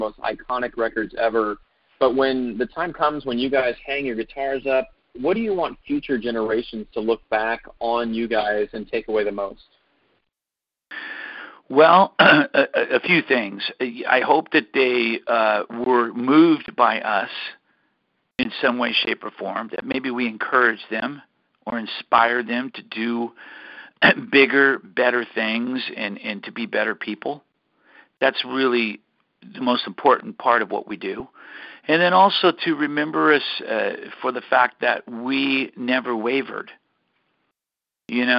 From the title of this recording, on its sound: CALL IN LINE